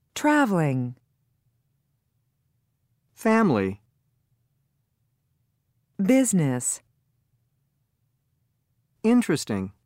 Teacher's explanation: Notice how one vowel in each of these words is silent or very reduced · Term: Silent vowels